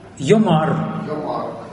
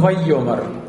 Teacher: Ударение на последний слог · Shown in: first take · Но когда он вот в этом ваектоле, он «вайомар».